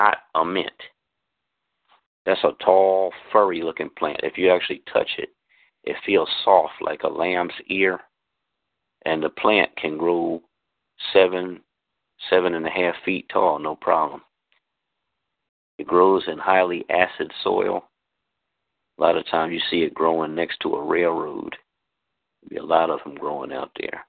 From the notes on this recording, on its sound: This free teleconference